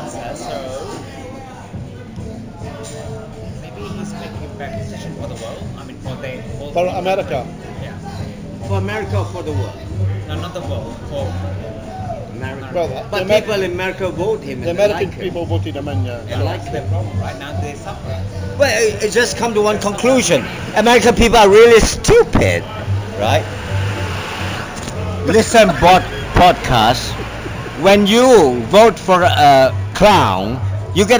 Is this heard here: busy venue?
yes